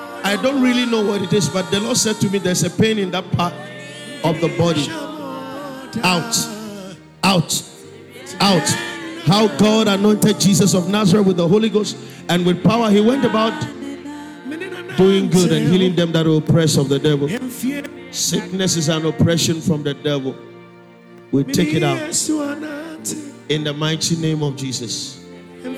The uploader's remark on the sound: Preached at the Spiritual Emphasis Week (First Quarter), Calvary Baptist Church, Adabraka